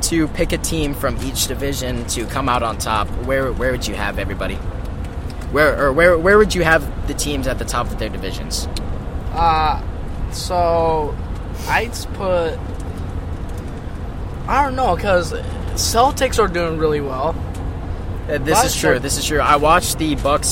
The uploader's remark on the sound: This episode was recorded in a van so there will be background noise. There was also some microphone issues that were picked up so just ignore them.